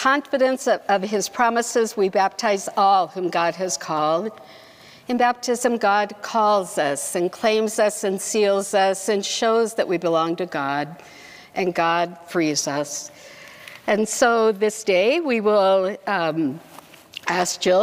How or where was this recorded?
large echoing room